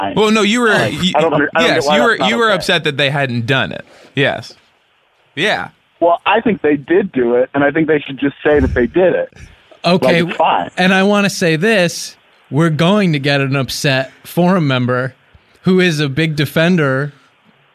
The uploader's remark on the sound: Call-in episode. Listeners call.